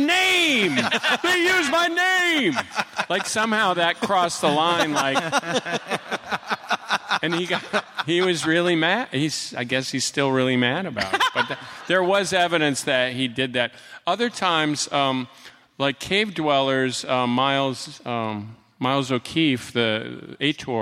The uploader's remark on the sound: they take quemments from the audience!